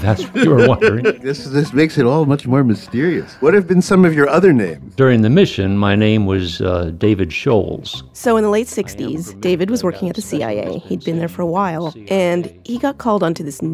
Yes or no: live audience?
no